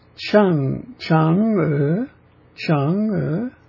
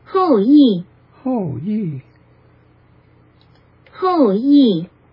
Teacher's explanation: Chang'e, Chang'e. They're both upward. And Hu Yi, they're both downward.